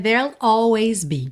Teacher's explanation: Ele faz o there'll, que vai do R direto pro L